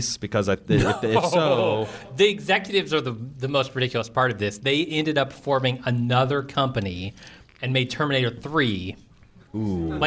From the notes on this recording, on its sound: This kickoff pod comes to you live from Mariemont Theater in Cincinnati!